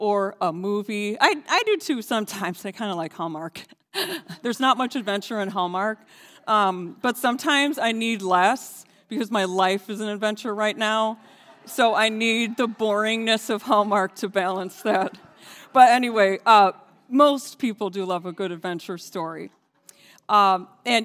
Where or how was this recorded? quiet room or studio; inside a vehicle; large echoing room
large echoing room